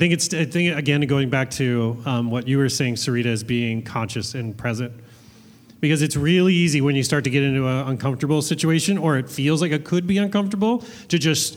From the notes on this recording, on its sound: This live podcast recording of 'The Schmidt List' at Fulton Taproom.